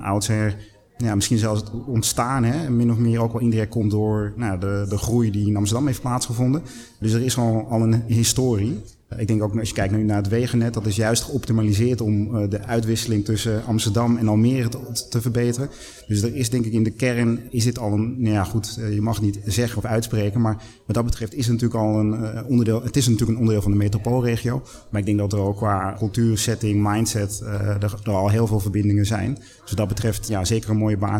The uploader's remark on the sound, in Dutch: Een van de events op de Floriade Expo-terrein. Een live-radioprogramma vanuit de Green Innovation Hub in The Natural Pavilion.